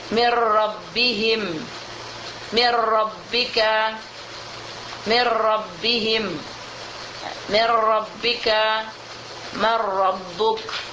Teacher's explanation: Ha, jadi tanpa ada pendengung. Jadi idghamnya kamil. Idgham kamil bighair ghunnah.